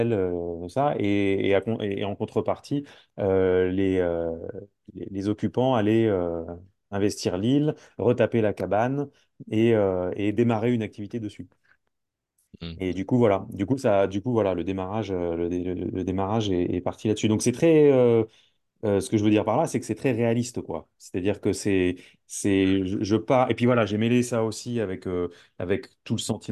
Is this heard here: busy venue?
no